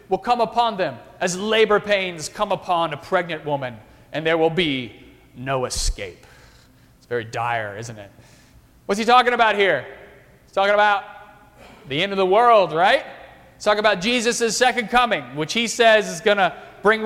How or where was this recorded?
large echoing room